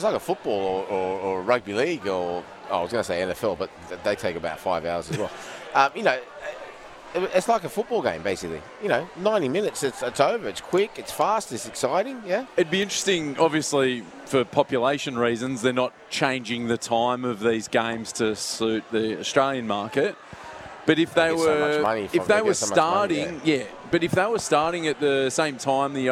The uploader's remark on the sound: our final afternoon from the Sporting Globe at Kings Street Wharf in Sydney